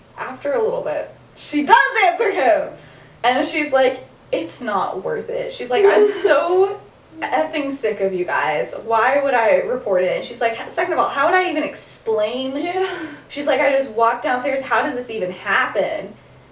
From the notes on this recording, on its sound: Bad audio. Whoops, the audio got worse.